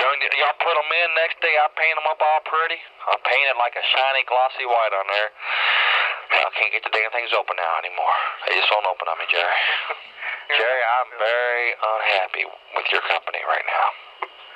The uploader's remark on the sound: RBCP's Personal Prank Phone Calls Collection